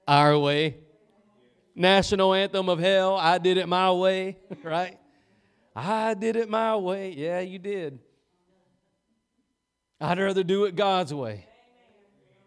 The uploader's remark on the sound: Preached at Gospel Lighthouse in Bossier City, La.